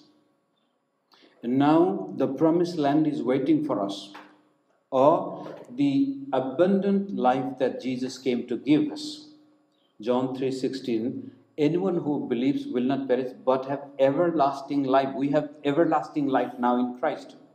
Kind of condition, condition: setting, large echoing room